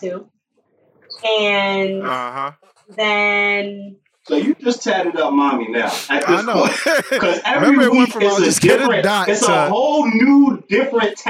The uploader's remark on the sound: Sorry in advance for this week’s audio.